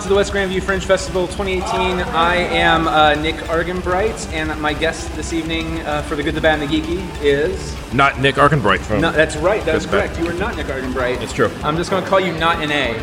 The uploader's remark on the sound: live at the West Grandview Fringe festival